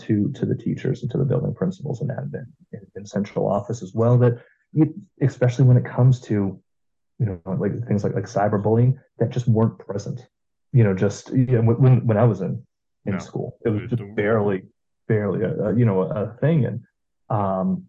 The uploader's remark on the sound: We had our conversation via Zoom